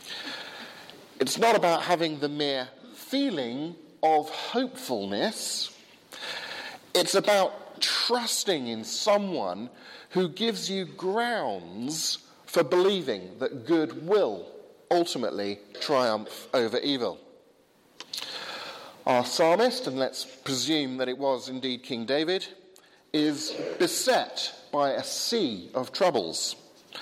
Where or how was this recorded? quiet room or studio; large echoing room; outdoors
large echoing room